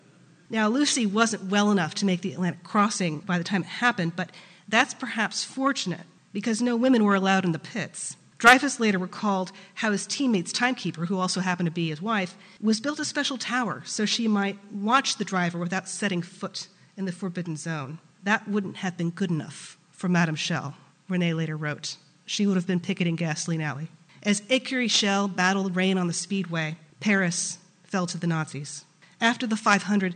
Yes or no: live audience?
yes